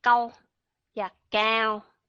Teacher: cái âm a mà kéo dài ra đó kéo dài ra thì các bạn sẽ đọc cái chữ cao